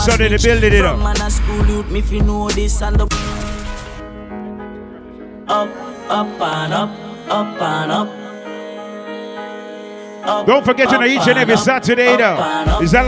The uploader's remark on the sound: Hush Lounge 19.09.20 (Live Audio)